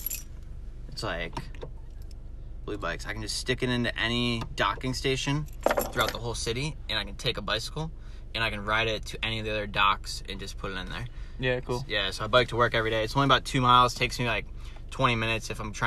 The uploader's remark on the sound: Recorded in my car at Boston Paintball.